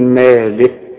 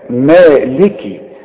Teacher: تسكنها اذا وقفت تقول مالك، انما اذا وصل اكسر الكاف